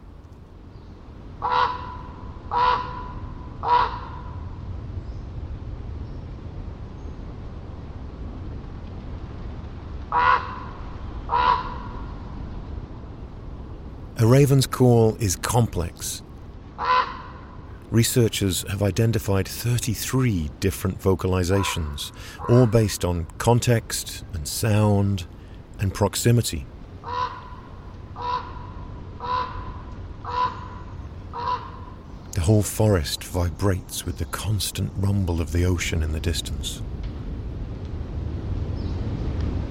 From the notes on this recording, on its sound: we listen to a dawn chorus in Eastern Washington and ravens off the fog drenched shores of the Oregon coast